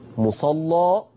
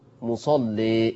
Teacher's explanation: يبقى انا لما فتحت غلظت، ولما قللت رققت